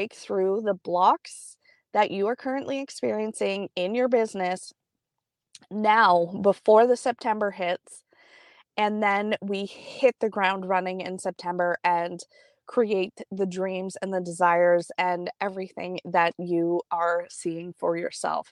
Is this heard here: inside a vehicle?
yes